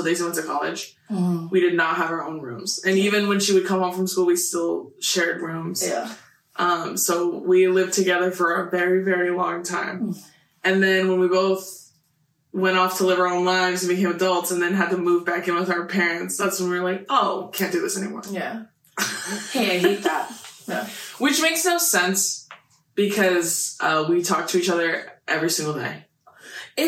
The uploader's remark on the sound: Besties i wanted to let you know that the audio Gods were truly against us in this episode that we ended up filming three times?? The audio is a little funky in this.